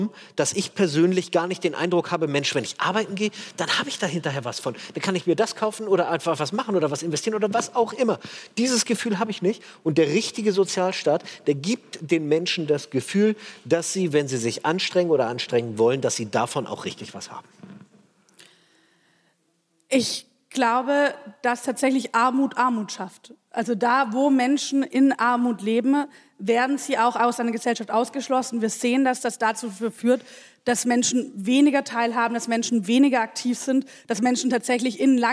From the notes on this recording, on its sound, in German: Die zahlreich gestellten Publikumsfragen beantworten. Fand im Rahmen der achten Langen Nacht der ZEIT am Samstagabend.